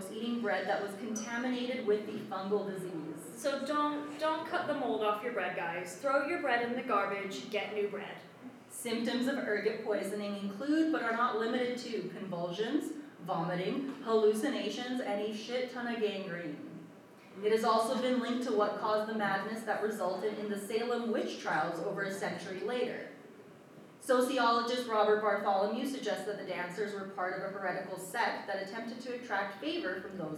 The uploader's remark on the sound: The Grim Curriculum Live Show at Felice Cafe. Our very first live show. Apologies for the audio quality.